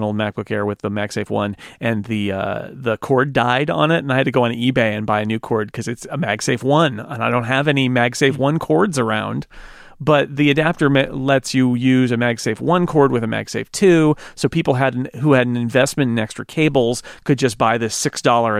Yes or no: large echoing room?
no